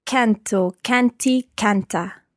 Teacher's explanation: Just watch the stress of canto, canti, canta, the stress on the first syllable there.